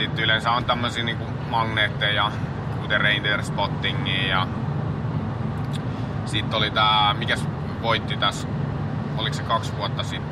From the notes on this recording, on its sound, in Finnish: Luvassa on jälleen autoilu jakso. Korporaation pojat oli matkalla kohti Viroa ja mukaan oli sattumalta tullut nauhoitusväline.